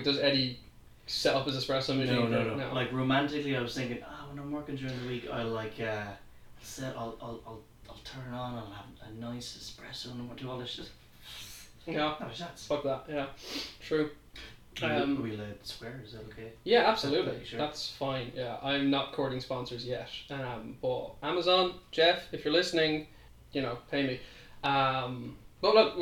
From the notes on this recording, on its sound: The editing is a bit rough and the sound could be improved.